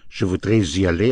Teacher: The S of je voudrais can be pushed into the vowel of I.